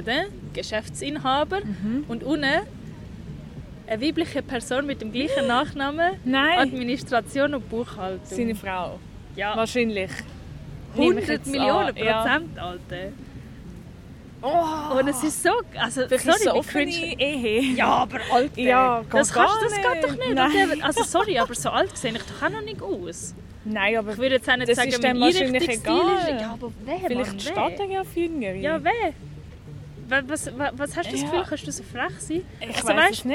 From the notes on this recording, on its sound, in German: Live usem Stadtpark.